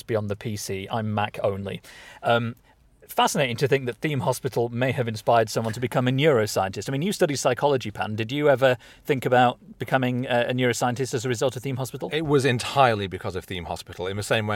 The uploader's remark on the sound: Live From The Southbound M1 In a Blizzard